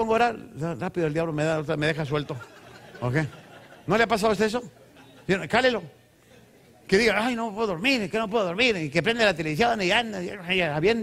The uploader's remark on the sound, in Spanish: Esta serie fue grabada en vivo durante las conferencias mensuales en Centro Familiar Cristiano en San Diego, CA.